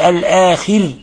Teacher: لازم ترقق الراء إذا وقفت عليها ترقيق الراء لأن ما قبلها مكسور